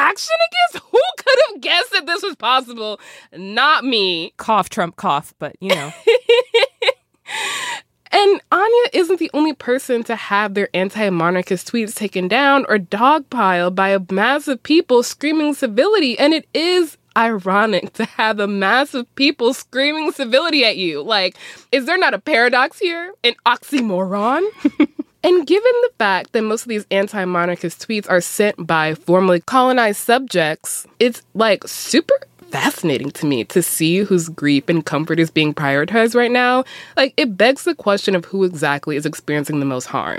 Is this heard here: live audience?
no